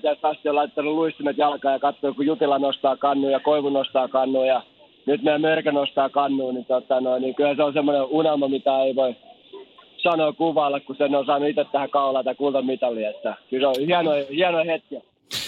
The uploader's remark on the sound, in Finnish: SuomiRockin Aamun puhelinhaastattelussa